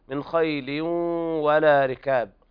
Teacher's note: من خيل ولا ركاب، قرأ كل القراء بترك بالغنة عدا خلف عن حمزة، نعم يقرأ بترك الغنة عند الواو والياء، أما باقي القراء يقرؤون بالغنة، إدغام بغنة ناقص لوقوع الواو بعد التنوين